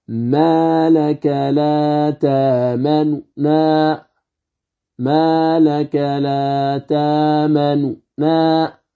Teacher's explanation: فتأتي بهذه النون الأولى وتضعف صوتك بها وتنطق بعدها بالنون الأخرى، إذن يكون في وسط الكلمة. · Term: الروم